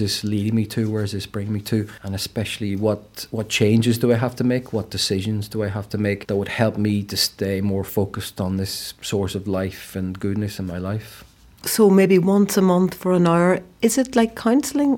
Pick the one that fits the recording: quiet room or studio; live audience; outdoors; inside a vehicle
quiet room or studio